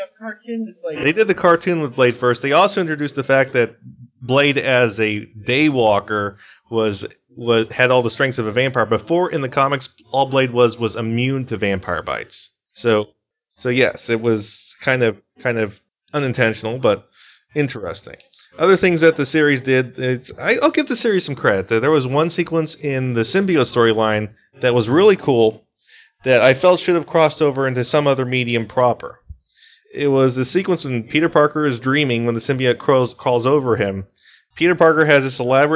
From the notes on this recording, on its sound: we apologize for the bad audio glitches.